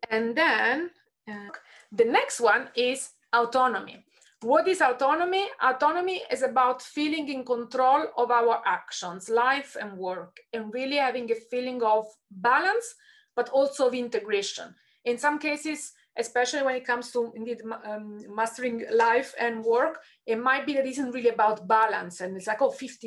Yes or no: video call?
yes